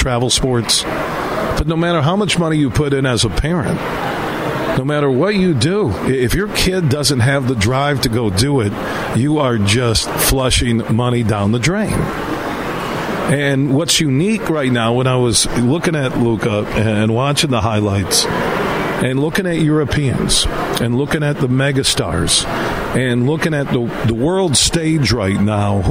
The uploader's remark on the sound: It's day two of us broadcasting live from Van Andel Arena as they're hosting the 57th Annual Great Lakes Hockey Invitational.